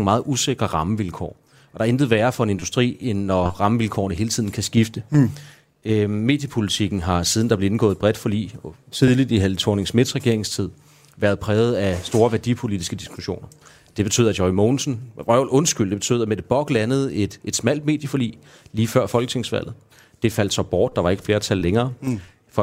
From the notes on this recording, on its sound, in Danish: På Folkemødet på Bornholm, hvor Kulturmagasinet befinder sig i denne udsendelse. Sidst i udsendelsen er vi også på Copenhell.